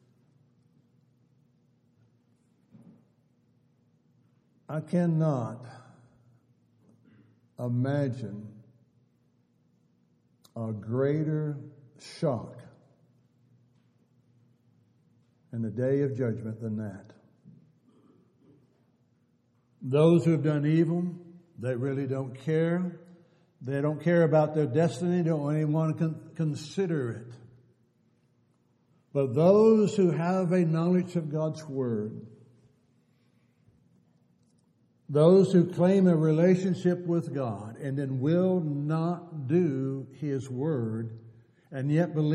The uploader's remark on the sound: Downtown Church Of Christ Audio Sermon